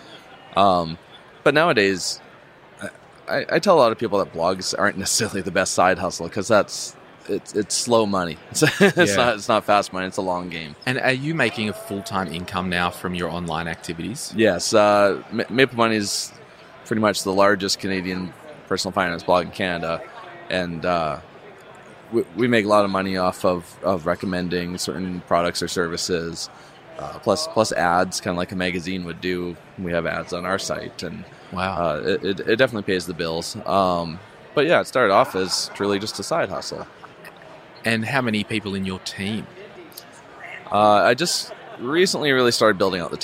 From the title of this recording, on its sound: live from Podcast Movement 2019